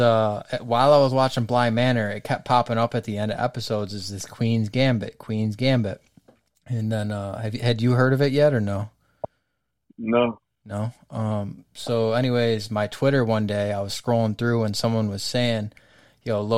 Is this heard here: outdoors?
no